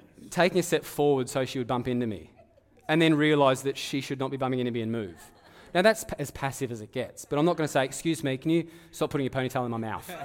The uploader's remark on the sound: Live at Echo Church Melbourne